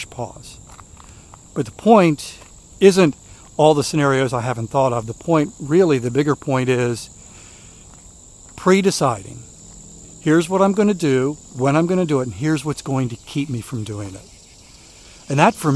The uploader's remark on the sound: During today's ten-minute walk